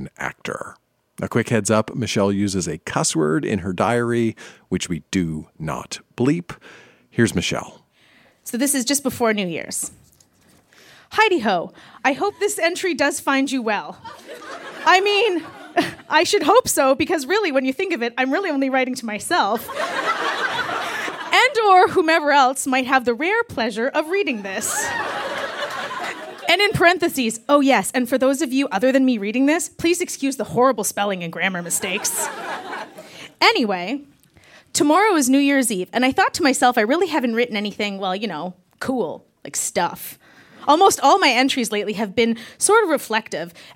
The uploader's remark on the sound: Recorded live at Yuk Yuk's in Ottawa.